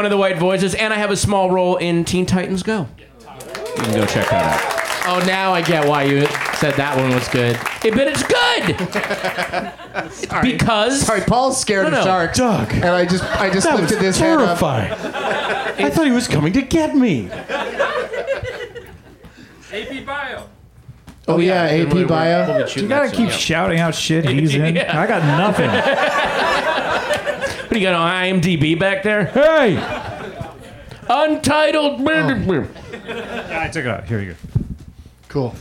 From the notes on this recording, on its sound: Back home at the UCB Franklin